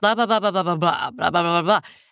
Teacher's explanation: I'm going to finish a thought, and so I go down.